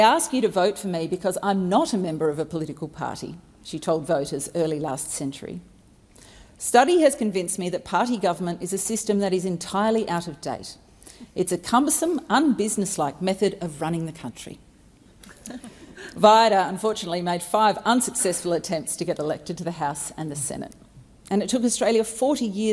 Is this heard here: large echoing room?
yes